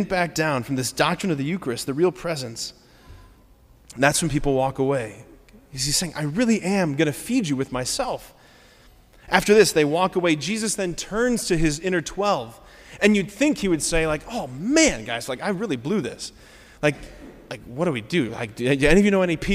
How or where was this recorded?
large echoing room